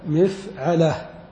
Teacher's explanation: مفعلة بكسر الميم وفتح العين